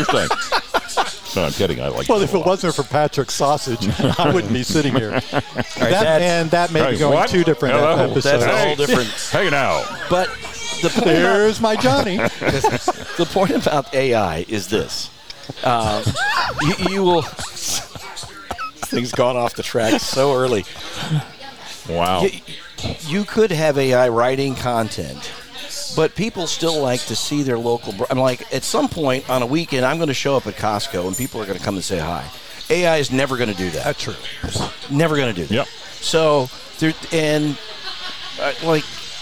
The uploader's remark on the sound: Recorded at Little Bar in the center of the Coachella Valley universe!